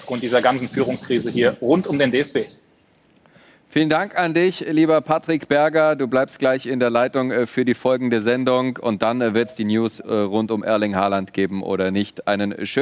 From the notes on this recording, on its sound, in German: Die Volkswagen Tailgate Tour live - Mixed Zone! Dieses Mal als Warm Up vor dem großen Spiel. Neben Gesprächen mit Fans.